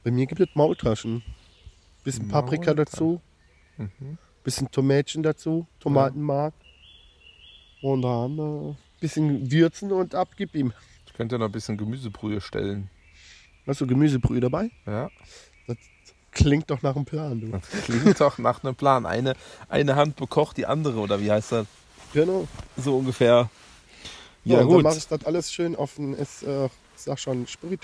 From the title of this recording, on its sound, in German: Live und entspannt aus der Hängematte